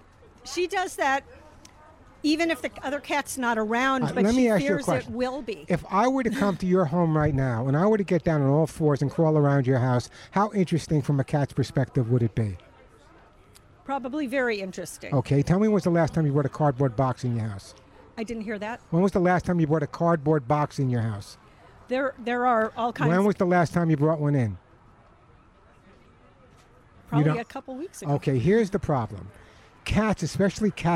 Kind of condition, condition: setting, busy venue